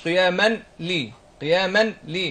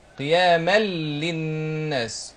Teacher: يعني ندغم ندخل التنوين في اللام · Shown in: second take · Term: ادغام بغير غنه